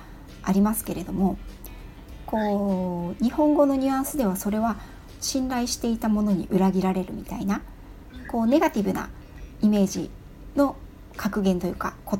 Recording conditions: phone or laptop microphone